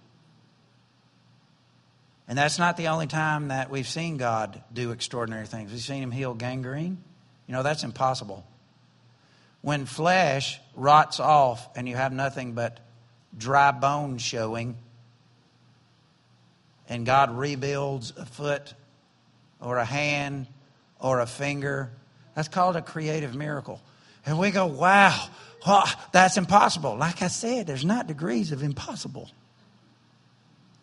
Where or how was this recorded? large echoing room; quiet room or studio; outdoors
large echoing room